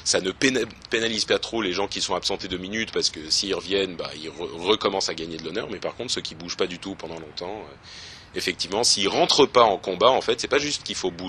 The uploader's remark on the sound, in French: En direct de la Blizzcon